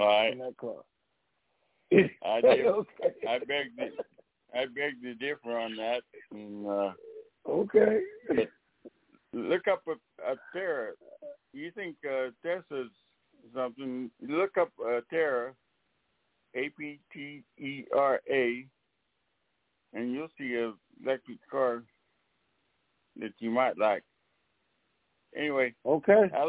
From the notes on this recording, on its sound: TNTSuperfantastic Conference Call - Friday, July 2, 2021